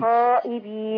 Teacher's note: الخاء عليها فتحة تبقى في أعلى مراتب التفخيم